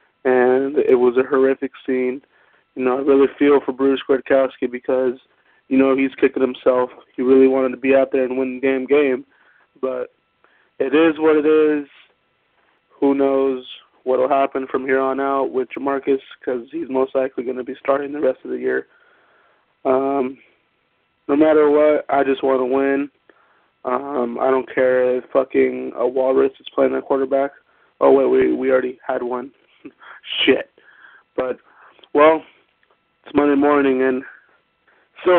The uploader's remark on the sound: Raider Nation “Boneline” Call-in Segment